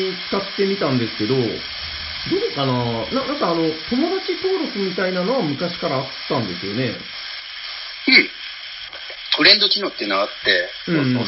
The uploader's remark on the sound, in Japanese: 収録の環境上、全体的に音質的に聞きづらくなっております。